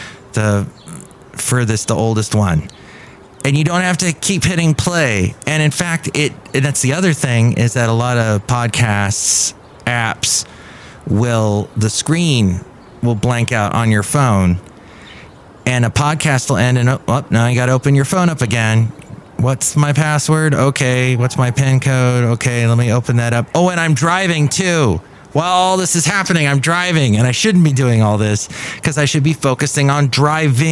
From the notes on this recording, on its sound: podcasts live from Café Anyway